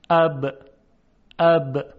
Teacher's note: در تلفظ حرف با میدانیم که محدودیتی در مقابل عبور هوا در دهان ایجاد میشه به این نفع که لبها بسته میشه. موقعی که لبها بسته میشه میبینیم که صدای حرف با حبس میشه و با کنده شدن یا باز شدن لب صدای حرف با ایجاد میشه.